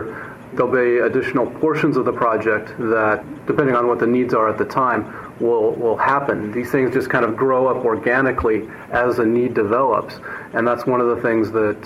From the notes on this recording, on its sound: The interview was recorded at BSDCan in Ottawa, Cananda.